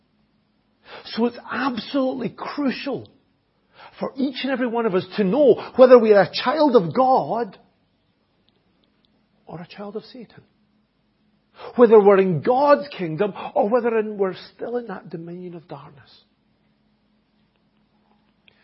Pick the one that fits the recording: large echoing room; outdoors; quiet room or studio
large echoing room